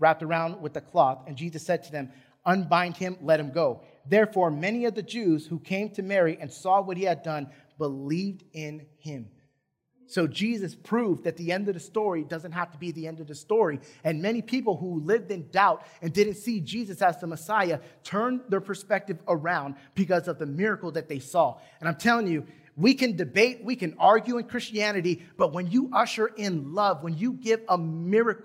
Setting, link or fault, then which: setting, large echoing room